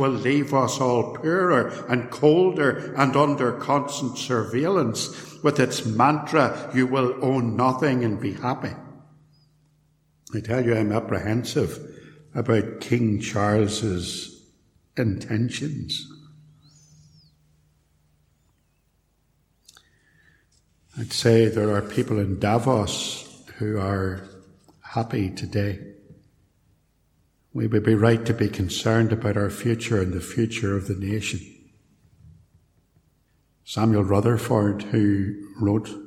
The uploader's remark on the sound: a sermon preached at Templepatrick Reformed Church